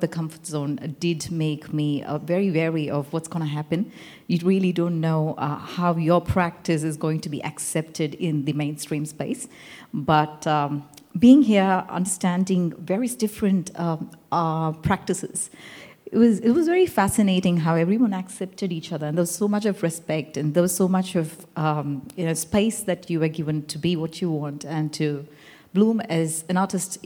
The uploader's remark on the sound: This live artist talk from the 2022 ECP "take over" season